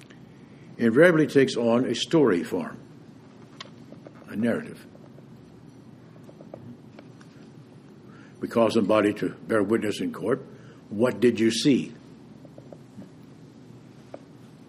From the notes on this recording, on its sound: preached this homily at Vespers on January 19, 2019